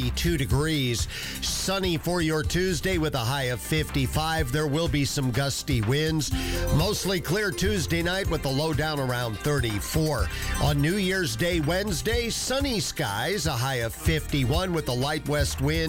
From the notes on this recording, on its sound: Live from Sports Page Grille in Ashland, heard live on 102.9 The Mater.